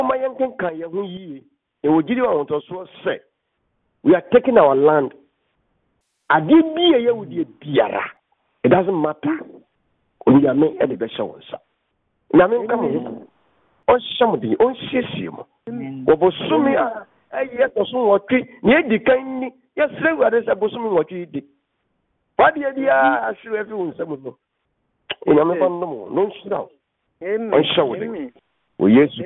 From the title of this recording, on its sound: Conference Call